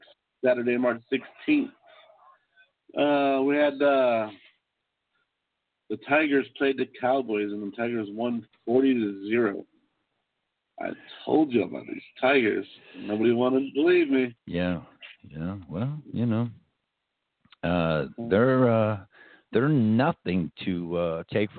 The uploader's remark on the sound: call in's all show long